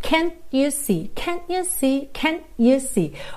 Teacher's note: eu posso usar esse T, que é uma consoante oclusiva, para realmente encerrar esse som e eu faço ali uma pequena pausa, que me dá uma marcação rítmica também muito legal.